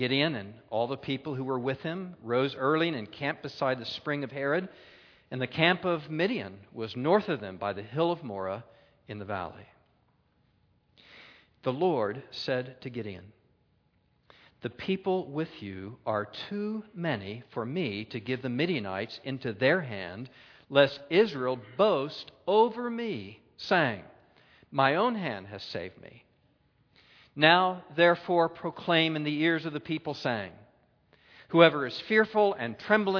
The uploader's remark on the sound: a Keynote Session at FG13